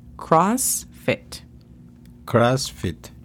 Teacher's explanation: Exacto, se, escribe igual, eh, pero se pronuncia un tan diferente mientras que en español se dice cross, o sea, decimos la O. En inglés se pronuncia como si fuera la A, entonces imagina que se escribe K-R-A-S-F-E-T, CrossFit.